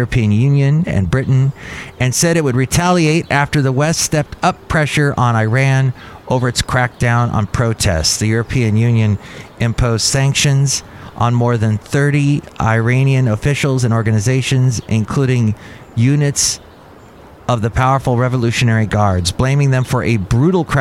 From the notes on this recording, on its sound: podcasts live from Cafe Anyway